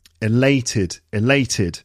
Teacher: 3 syllables and it's the second syllable.